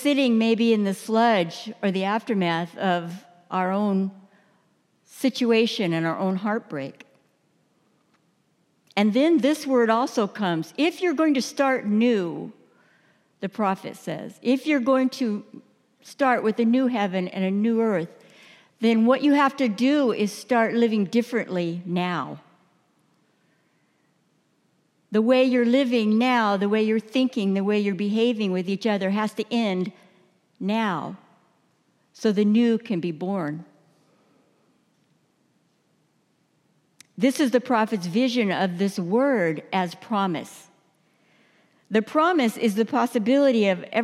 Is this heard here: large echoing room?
yes